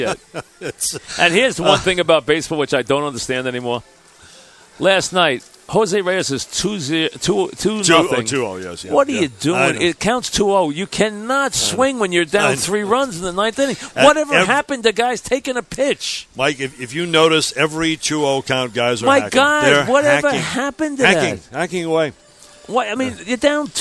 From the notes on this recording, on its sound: live from Citi Field